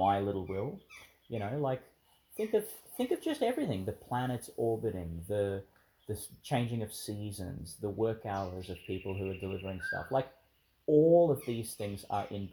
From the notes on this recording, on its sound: in the park outside St Mary's Church, Ubobo, Qld.